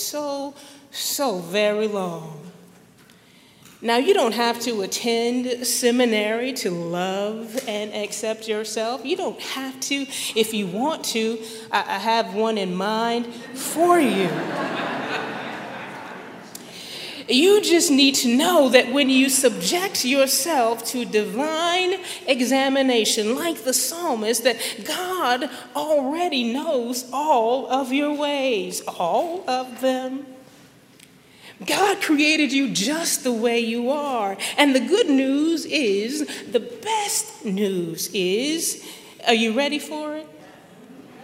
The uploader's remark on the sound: At Highland Baptist Church, Louisville, Kentucky.